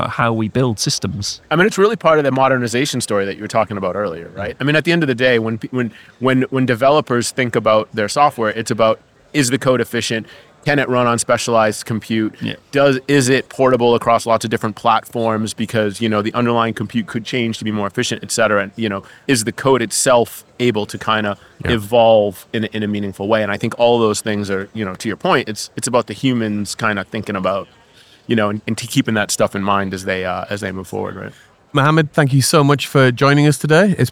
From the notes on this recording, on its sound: We are live from #MWC24 (Mobile World Congress 2024), direct from the Expo floor.